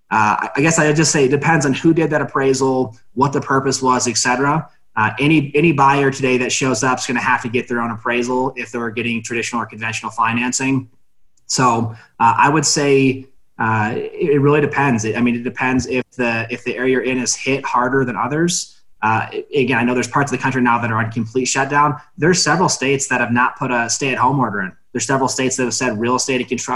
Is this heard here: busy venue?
no